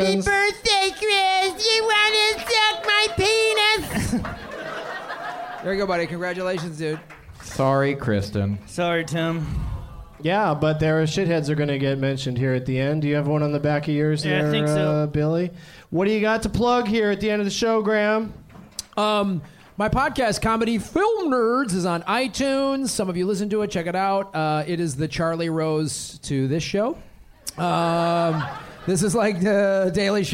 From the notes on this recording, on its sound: Live from the American Comedy Company in San Diego